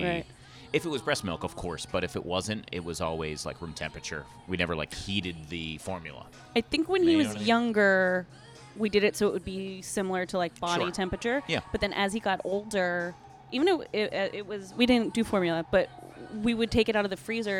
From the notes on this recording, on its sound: at le cafe coffee on Lexington Avenue between 55th and 56th in New York City